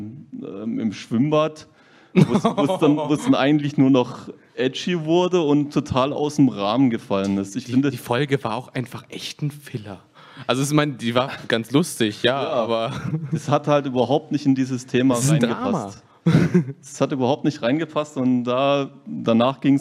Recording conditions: live audience